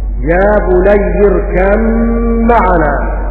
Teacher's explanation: وقرأ يعقوب بالإدغام كقراءة حفص